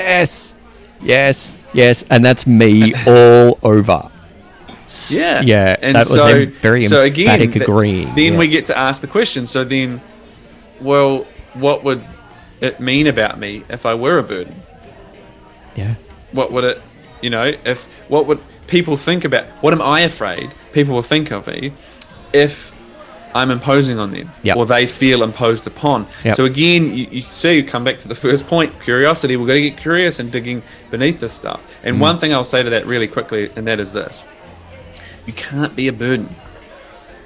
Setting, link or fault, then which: setting, busy venue